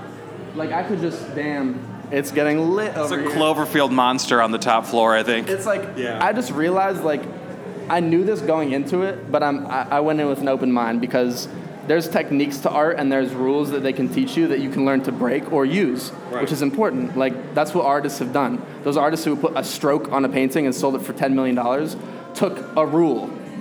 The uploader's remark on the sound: interview recorded during his homecoming gallery show